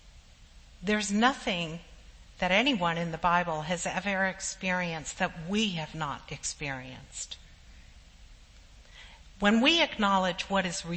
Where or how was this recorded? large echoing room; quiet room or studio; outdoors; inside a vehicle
large echoing room